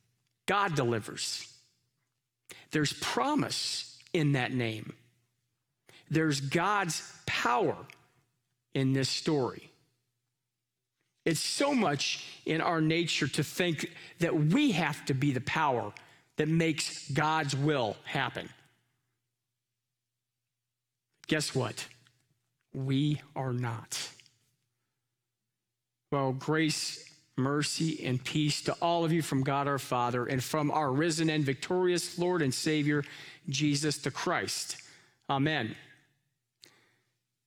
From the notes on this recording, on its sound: Live from our Celebration Ministry Center